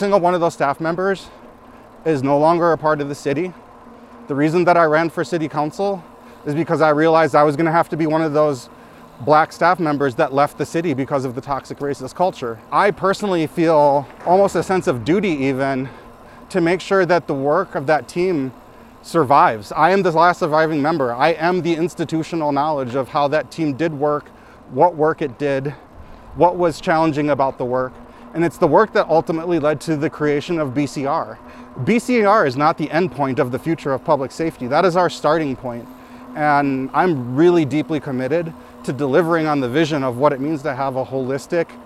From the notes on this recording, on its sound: Recorded while on his bike commute home after a day representing Ward 1 at Minneapolis City Hall.